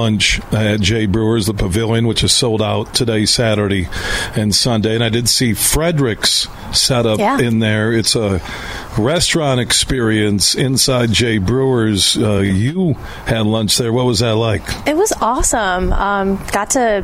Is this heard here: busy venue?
yes